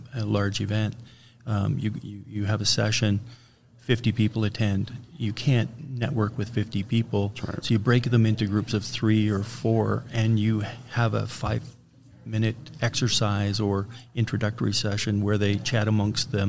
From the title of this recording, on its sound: Live from SHRM Talent